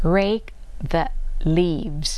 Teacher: ข้างลิ้นของนักศึกษานะคะก็จะแตะฟันบนนะคะส่วนปลายลิ้นจะไม่แตะอะไรนะคะ · Term: การออกเสียง r